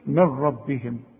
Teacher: بقول لك الغي النون من النطق، ولو اقول لك اكتبها زي ما بتسمعها هتكتب لي مين وبعدها ره على طول، يبقى مفيش مشاكل هنا.